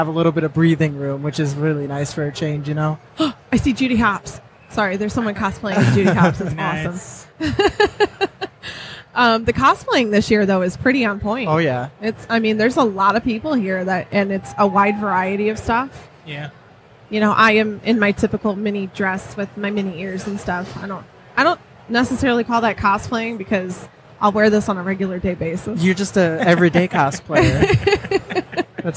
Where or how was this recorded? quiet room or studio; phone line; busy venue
busy venue